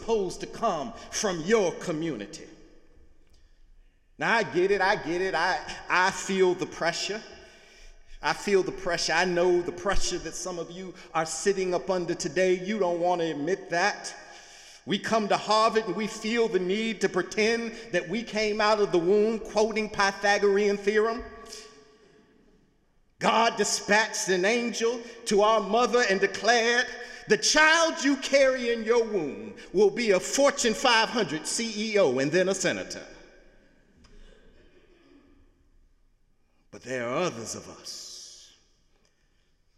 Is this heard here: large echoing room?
yes